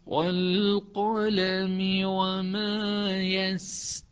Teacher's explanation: يسطرون فيها صفير يأخذ شوية امتداد، هذا الامتداد تنتقل من خلال الامتداد للطاء.